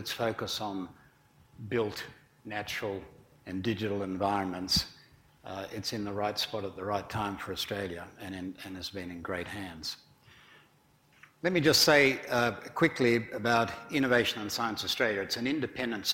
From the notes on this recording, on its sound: IFE Grand Challenge Lecture, recorded on April 6 2018 at QUT